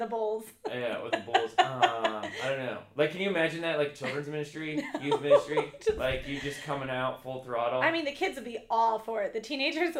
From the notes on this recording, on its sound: We had a small mic issue for this episode and will have that corrected for next week.